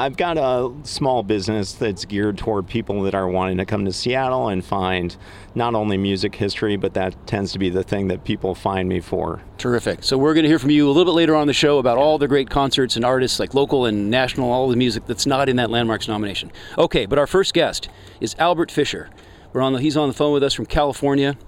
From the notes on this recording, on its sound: LIVE from Memorial Stadium. A special episode of CASCADE OF HISTORY was broadcast live on SPACE 101.1 FM from the Memorial Wall at the stadium.